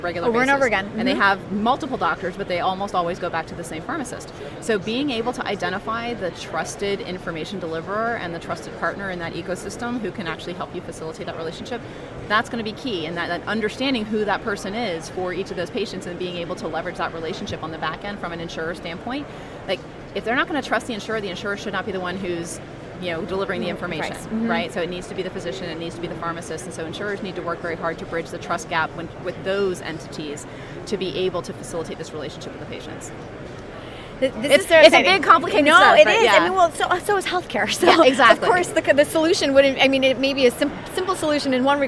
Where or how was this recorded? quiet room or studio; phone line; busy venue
busy venue